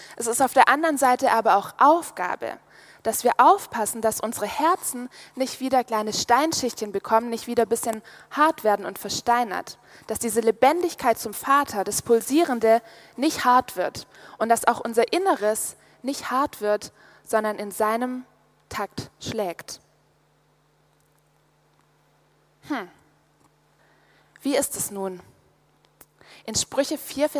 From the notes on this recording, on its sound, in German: aus dem Gottesdienst beim Youth Prayer Congress (YouPC)